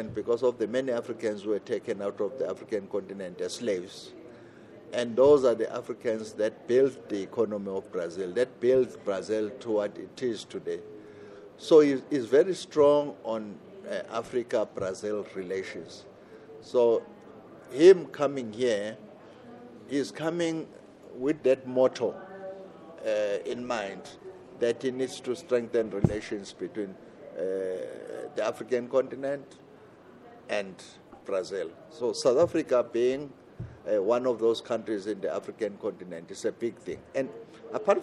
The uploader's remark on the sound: He spoke to Ubuntu Radio on the sidelines of BRICS Summit in Sandton, South Africa.